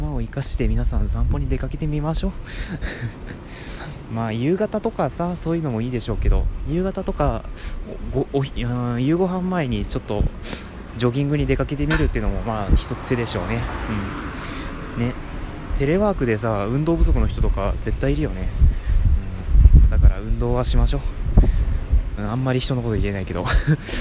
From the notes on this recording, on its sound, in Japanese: 歩きながらの収録。外を歩きましょ！